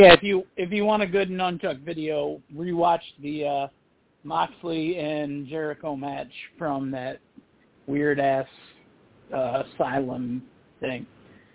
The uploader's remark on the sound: Live calls and much more. Weekly caller, email and tweet driven show.